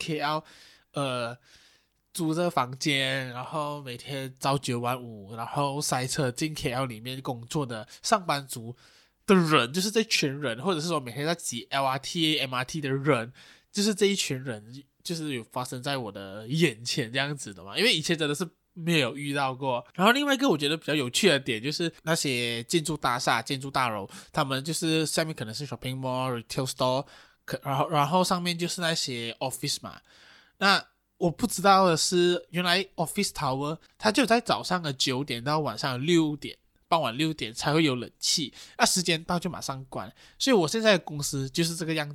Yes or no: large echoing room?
no